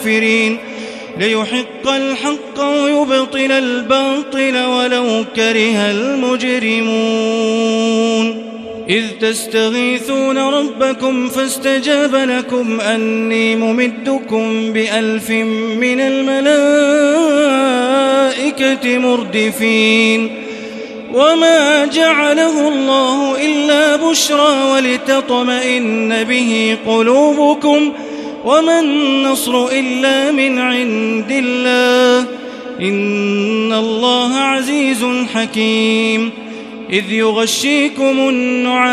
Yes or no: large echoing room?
yes